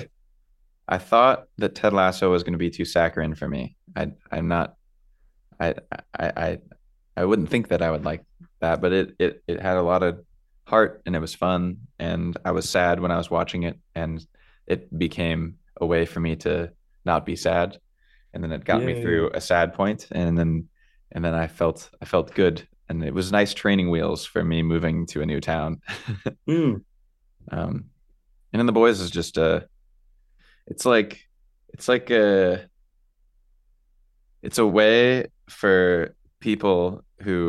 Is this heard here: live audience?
no